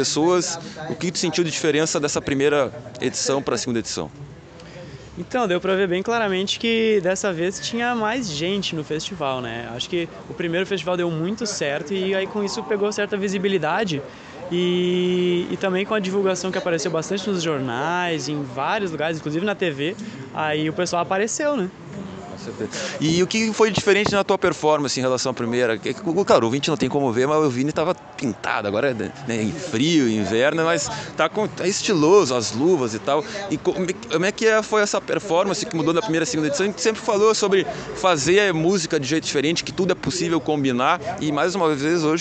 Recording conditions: busy venue